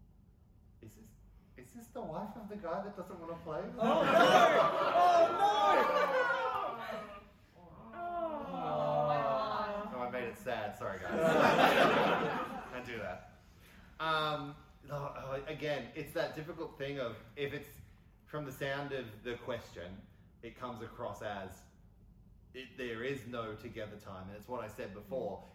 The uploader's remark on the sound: PAX AUS 2022 Live Panel